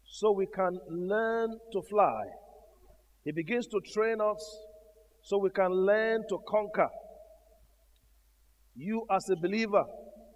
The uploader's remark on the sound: Gathering of Eagles Conference Day 1 Evening